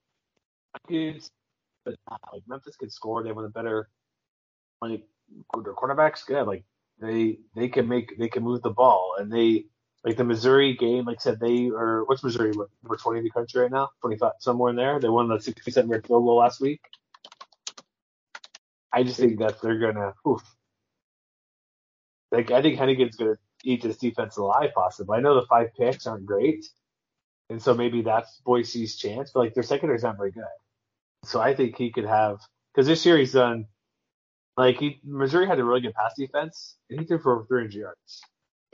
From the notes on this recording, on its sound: Apologizes for audio. Internet wasn't cooperating.